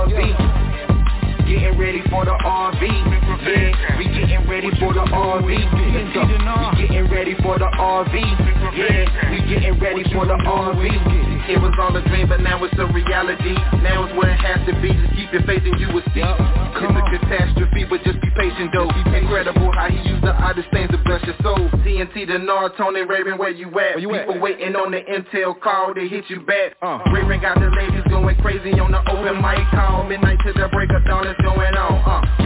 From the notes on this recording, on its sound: TNTSuperfantastic Conference Call - Friday, December 23, 2022